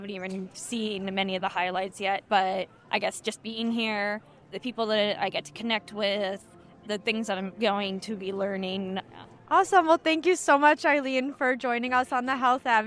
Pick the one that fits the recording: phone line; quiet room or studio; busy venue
busy venue